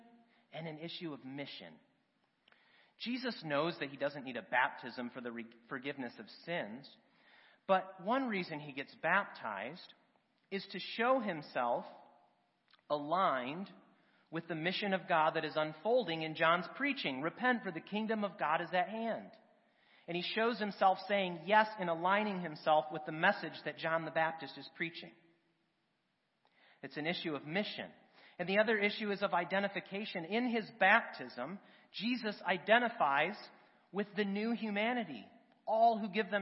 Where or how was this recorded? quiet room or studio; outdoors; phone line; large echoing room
large echoing room